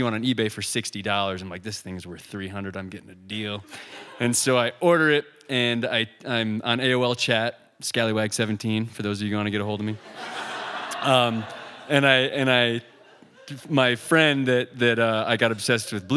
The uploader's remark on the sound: You never know what you'll get when audience members step up to the stage. At the "First Denver Anything" Raconteur event.